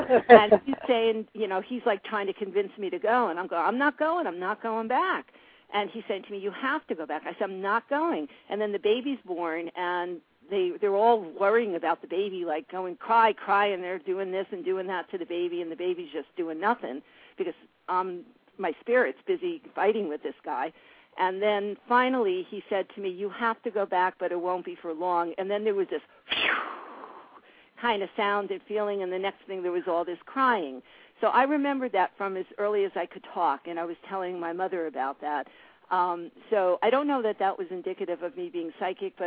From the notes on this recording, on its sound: live call-in radio talk show